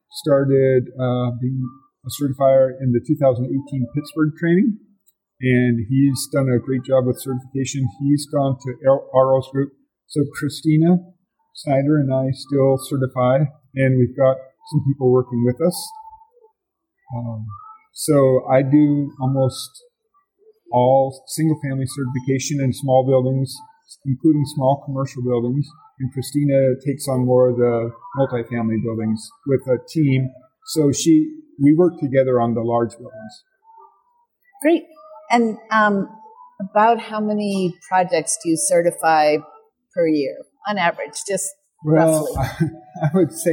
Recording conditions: busy venue